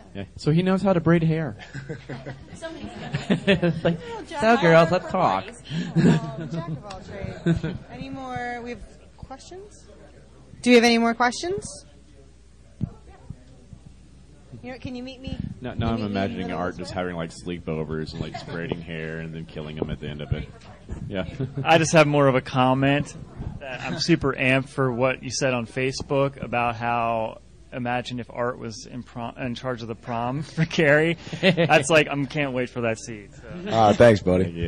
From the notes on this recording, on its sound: Pop Rock n' Horror Convention | Gettysburg, PA | June 2, 2019